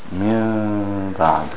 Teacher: You have the hiding of the meem in the letter ba. · Term: Ikhfa shafawi